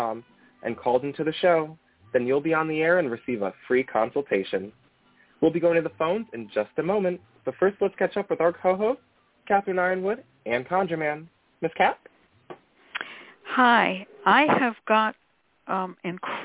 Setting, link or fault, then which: link, phone line